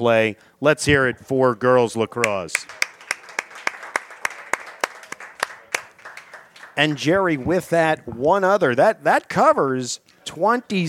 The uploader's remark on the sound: Live from The New Bertie's Inn, 160 Old Friendensburg Rd. At Five Points.